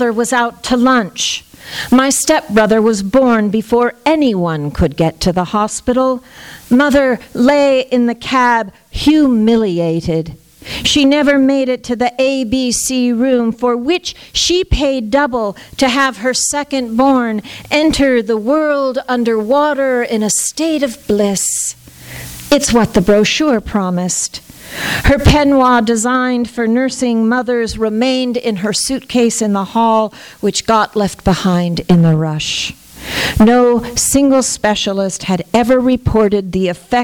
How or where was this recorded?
live audience